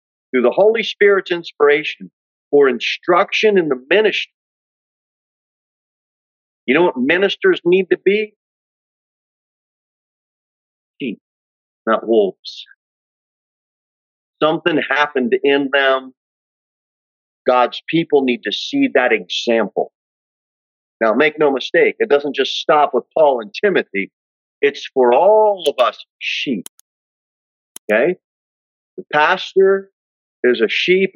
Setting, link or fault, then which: setting, large echoing room